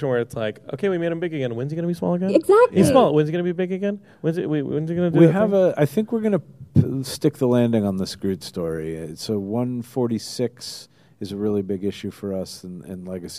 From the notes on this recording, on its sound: Live At Stan Lee's LA Comic Con. A live Geekscape episode!?!